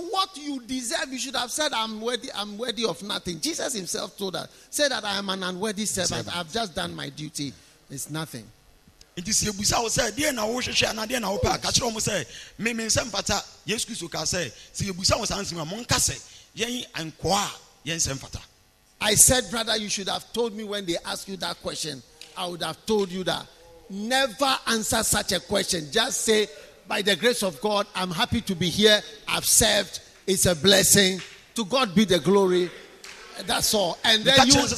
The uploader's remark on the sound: Preached at the Healing Jesus Campaign Pastor's Conference in Kyebi, Ghana